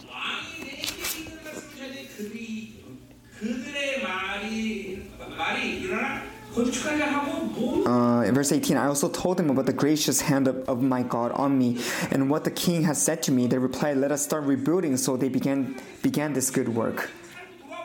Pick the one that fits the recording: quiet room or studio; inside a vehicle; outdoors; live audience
live audience